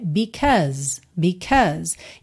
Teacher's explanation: esse AU no meio tem um som a, e o E final não é pronunciado